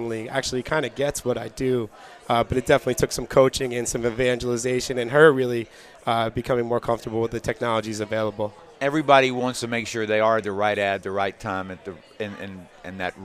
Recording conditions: busy venue